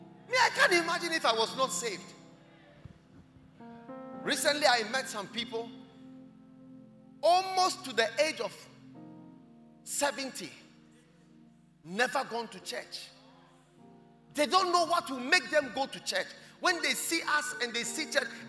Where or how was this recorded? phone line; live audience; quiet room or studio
live audience